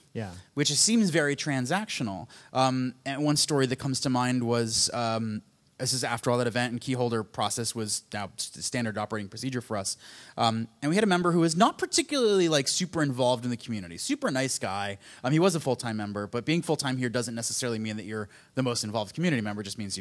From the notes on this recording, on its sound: Live from the Philadelphia Podcast Festival